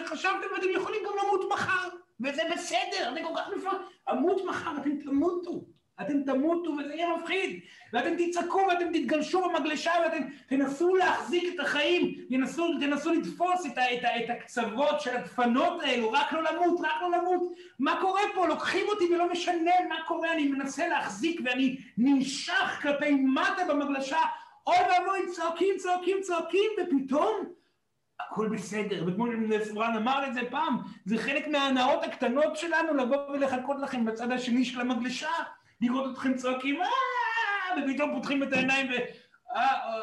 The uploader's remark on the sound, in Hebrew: זוהי הקלטת מעגל חי בנוכחות תלמידים